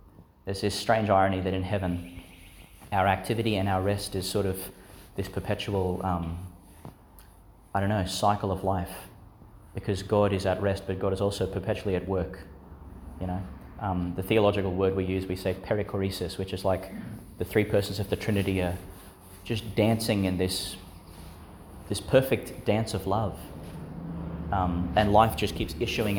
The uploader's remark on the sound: delivered in St Agnes Church, Agnes Waters, Qld.